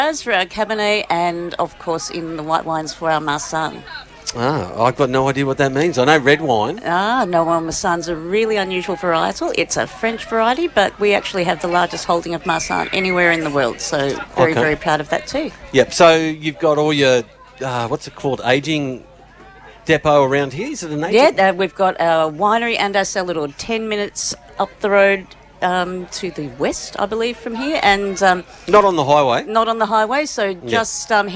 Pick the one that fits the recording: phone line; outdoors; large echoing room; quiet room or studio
outdoors